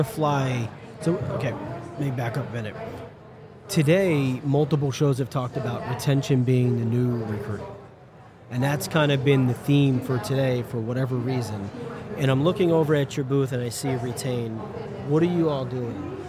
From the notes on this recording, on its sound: Recorded with Oleeo at HR Tech 2023. This is a special mini series recorded with Oleeo at HR Tech 2023.